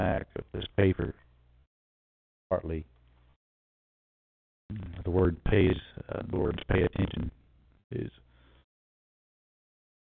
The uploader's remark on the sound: Although the audio is wavy over voip, i like it.